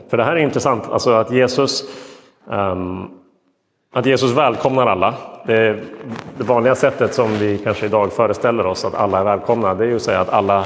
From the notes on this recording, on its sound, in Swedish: Inspelad i Roseniuskyrkan den 31 augusti 2022.